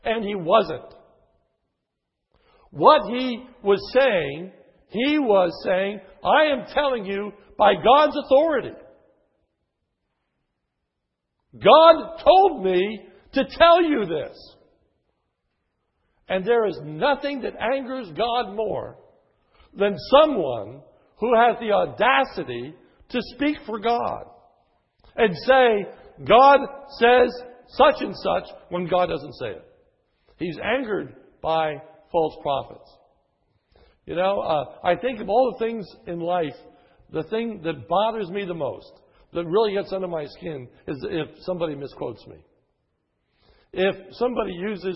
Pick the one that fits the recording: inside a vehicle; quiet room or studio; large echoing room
large echoing room